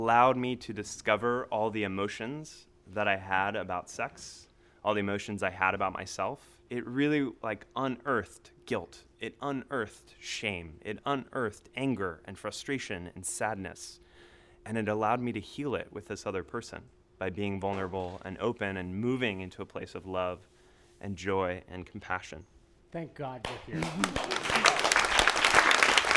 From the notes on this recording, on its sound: This story was recorded at the touchpoint town hall in NYC on April 3, 2018 at The Assemblage Nomad.